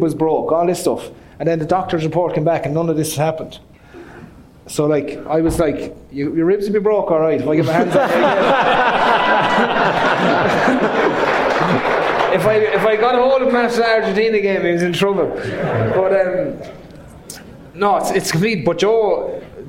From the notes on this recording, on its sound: The House of Rugby show is on the road! Live in Limerick, at 1314.